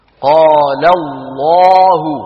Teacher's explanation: كانت العرب تفخم اللام يا إخوة بإجماع